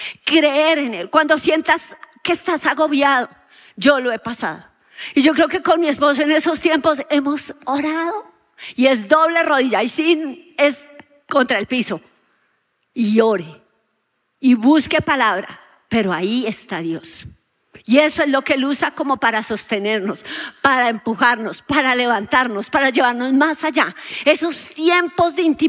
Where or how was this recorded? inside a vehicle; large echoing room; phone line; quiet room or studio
large echoing room